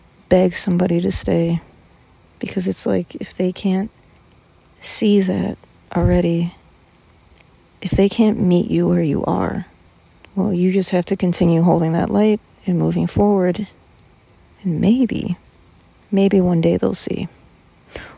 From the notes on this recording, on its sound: Had a little chat last night while sitting out by my fire deep in the woods. I figured id pull out my phone and share it with you all so sorry for the not so good audio quality!